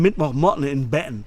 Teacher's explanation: Das ist dieses Glottal Stop. Du sprichst die doppelten T's aus.